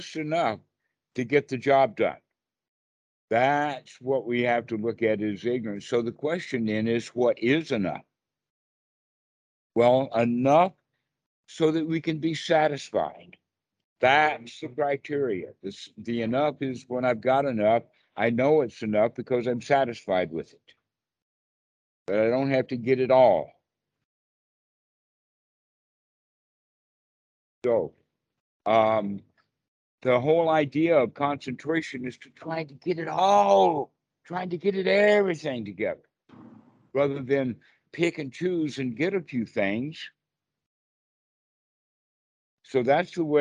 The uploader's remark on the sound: Skype calls on this channel.